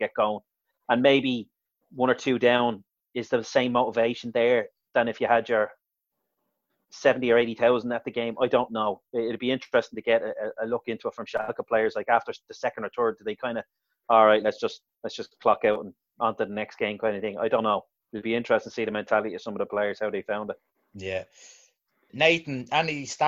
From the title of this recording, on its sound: Zoom Show